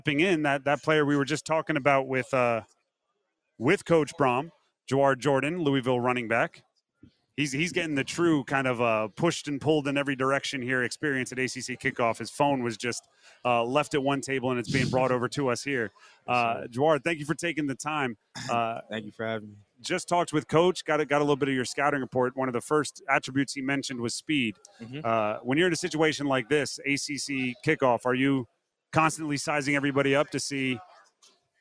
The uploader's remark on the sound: live in Charlotte for day one of the 2023 ACC Football Kickoff